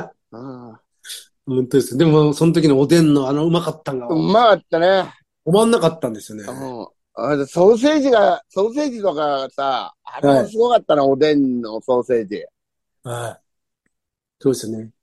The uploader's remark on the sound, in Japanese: ZOOMで収録